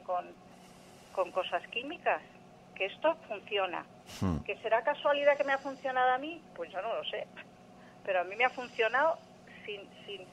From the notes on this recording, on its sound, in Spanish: Esta serie de testimonios en vivo procede de consultas reales realizadas de manera presencial y telefónica en el Centro Solnaturaleza.